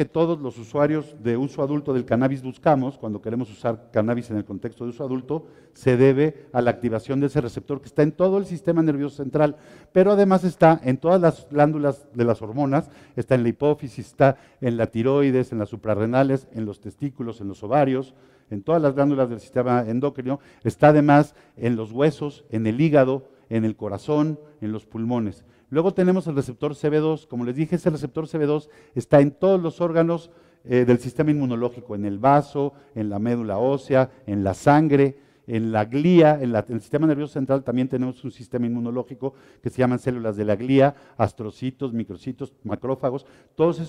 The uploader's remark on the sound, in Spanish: en vivo desde la Expoweed Mexico, La feria del Cannabis en América, México Otoño 2021.